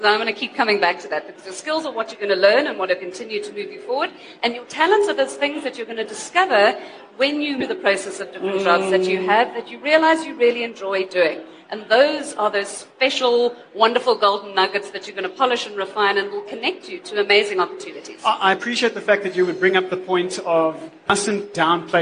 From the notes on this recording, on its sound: In front of a live event audience during the recent LeaderEx 2016 conference at Sandton Convention Centre.